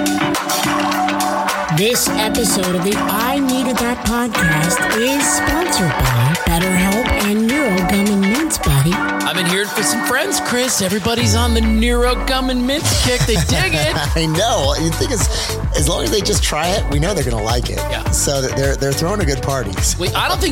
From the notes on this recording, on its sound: Today's show features a LIVE recording of the I Needed That Podcast at the lululemon store in Scottsdale's Fashion Square Mall. We set up our recording studio at lululemon and it was so much fun!